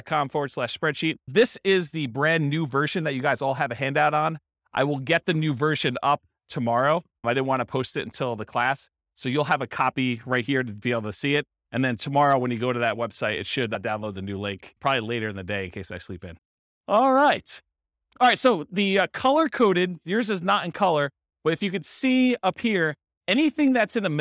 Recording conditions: live audience